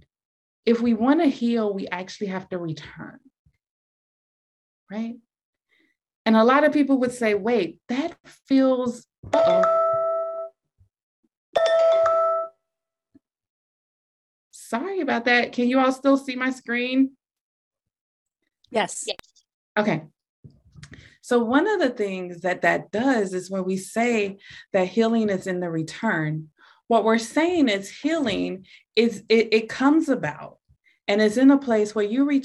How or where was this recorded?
video call